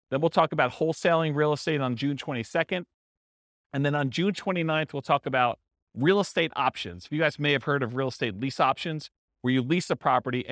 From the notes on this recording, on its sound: This was a live class recorded